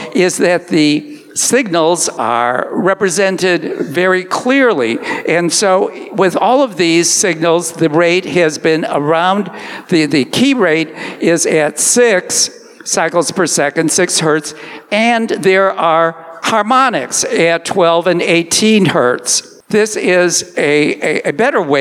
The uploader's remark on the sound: Today, we will bring you a special episode, which is the live recording of the Science Gong Show. The Gong Show is a science communication event where scientists give brief explanations of their research without using any jargon. Charm City Meadswork for providing the venue.